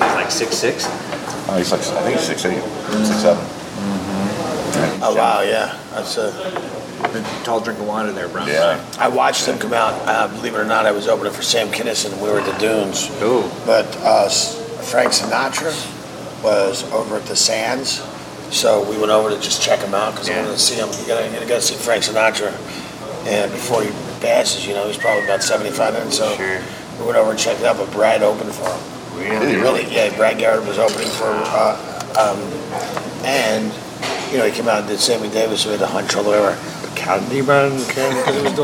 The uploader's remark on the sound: At Pagliacci's. Grabs a short rib panini with comedians.